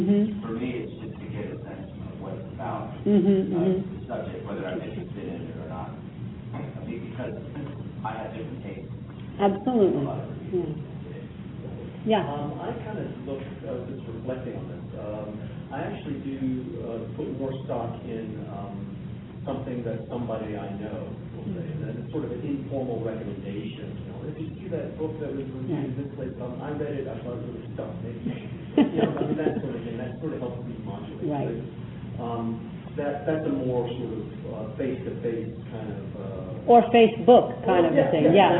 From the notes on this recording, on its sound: Taped live before an audience from the Virginia Humanities Conference at Bridgewater College, Bridgewater VA, April 8, 2011.